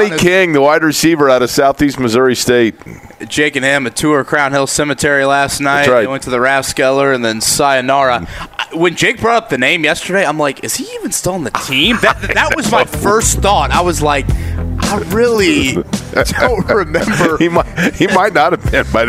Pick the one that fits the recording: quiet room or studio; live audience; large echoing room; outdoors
outdoors